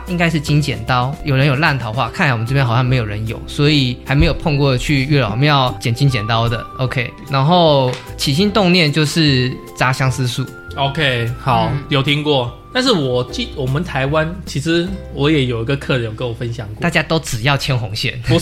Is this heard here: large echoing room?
no